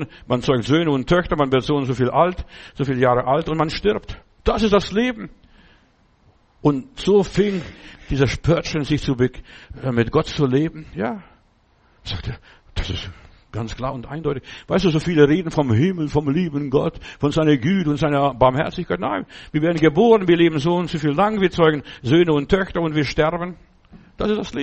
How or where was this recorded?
large echoing room